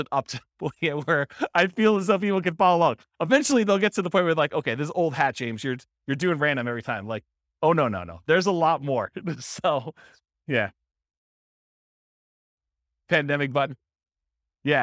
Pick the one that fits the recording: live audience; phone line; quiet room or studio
live audience